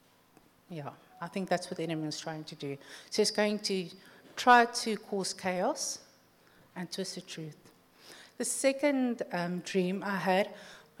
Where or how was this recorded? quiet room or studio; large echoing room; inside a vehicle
large echoing room